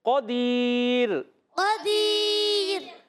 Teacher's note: را کو رکھنا ہے باریک، پور نہیں پڑھیں گے